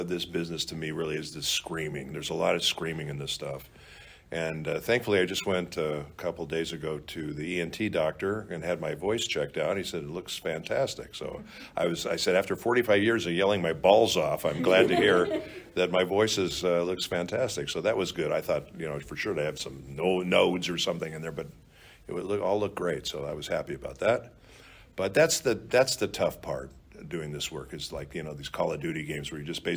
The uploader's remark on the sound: roundtable - Sakura-Con 2023